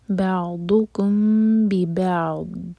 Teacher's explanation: یکفرو بعضکم، empty میم کے بعد آگے با آ رہا ہے تو یہ ہے اخفاء شفوی. میم کو ہولڈ کریں گے لیکن ہونٹوں کو ٹائٹ بند نہیں کریں گے